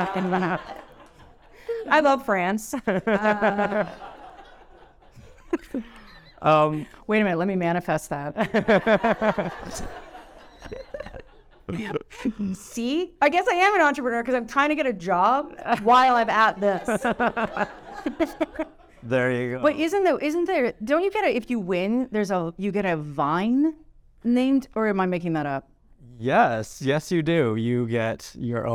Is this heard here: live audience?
yes